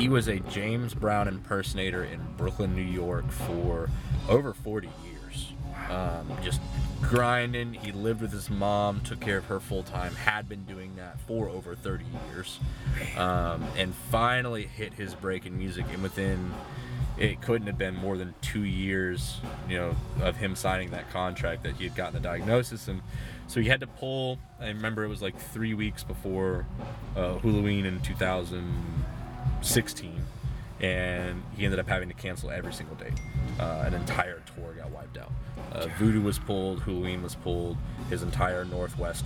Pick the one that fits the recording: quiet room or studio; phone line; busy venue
busy venue